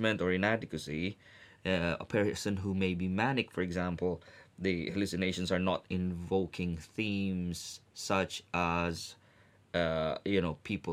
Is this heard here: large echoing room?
no